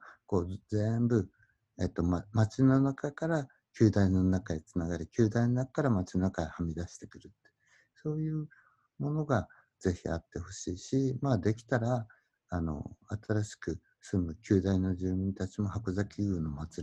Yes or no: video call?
yes